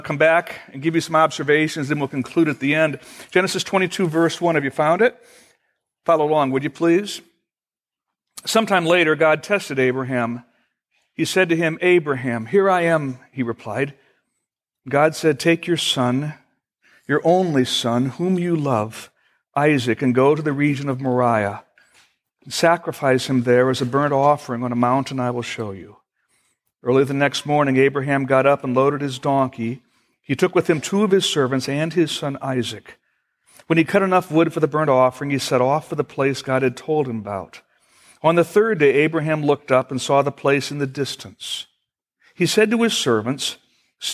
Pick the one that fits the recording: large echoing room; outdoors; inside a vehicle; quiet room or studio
large echoing room